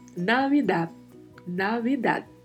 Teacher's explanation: Mais uma vez, V com leve som de B, temos falado bastante disso nos últimos podcasts. E ao final da palavra temos um D que é mudo